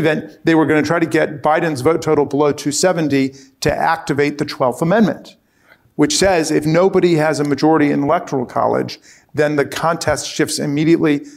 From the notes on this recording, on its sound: Recorded before a live audience at Georgetown’s Center on Faith and Justice.